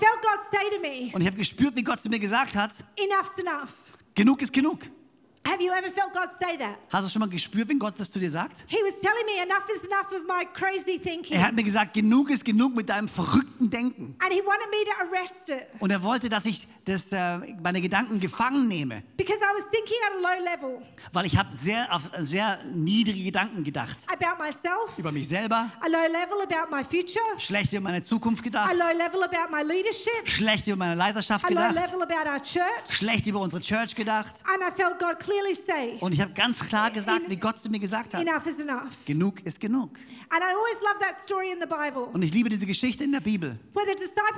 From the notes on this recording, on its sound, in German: Bei uns in Konstanz. Predigt aus dem 12Uhr Gottesdienst.